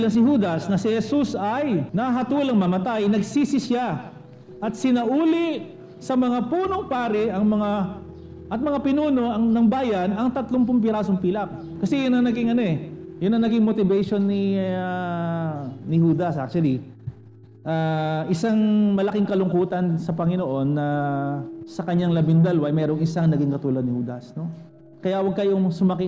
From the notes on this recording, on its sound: Recorded at CJCRSG San Pablo on March 21, 2021.